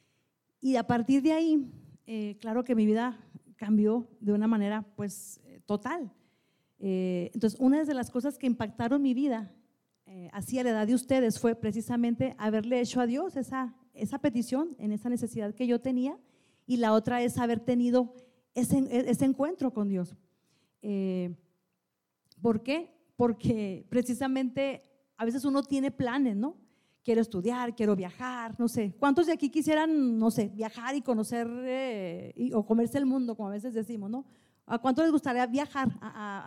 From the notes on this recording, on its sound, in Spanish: Este fue grabado durante un evento de Navidad en la Iglesia para los jovenes.